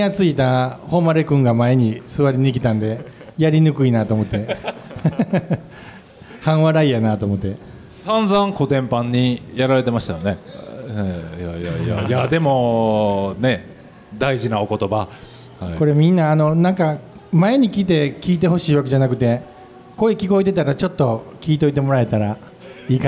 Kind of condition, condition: setting, live audience